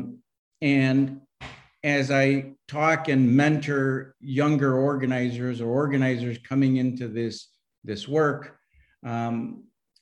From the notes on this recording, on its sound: A webinar conversation